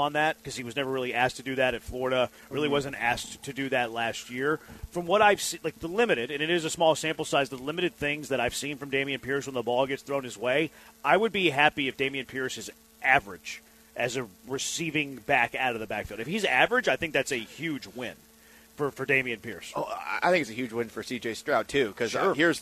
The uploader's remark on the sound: LIVE from Circa Casino and Resort in Las Vegas!